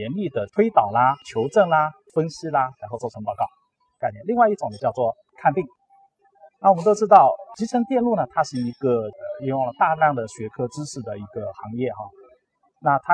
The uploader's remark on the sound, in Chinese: 2019年慕尼黑电子展现场